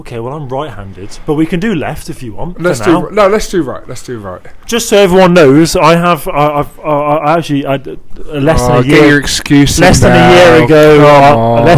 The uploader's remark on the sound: Talk too loudly into their mics. Disclaimer, this episode contains loud burps.